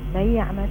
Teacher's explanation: الغنة لا تنتقل إلى الياء · Term: غنة ناقصة